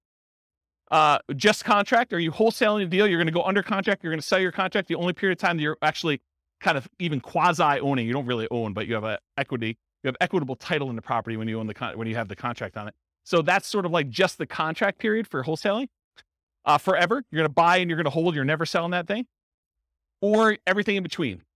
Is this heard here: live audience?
yes